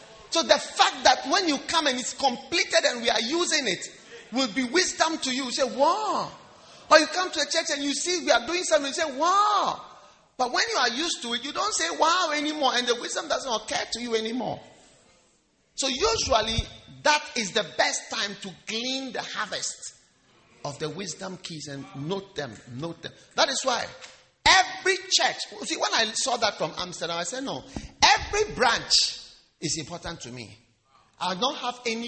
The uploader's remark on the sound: Preached at the Wisdom Impartation Service.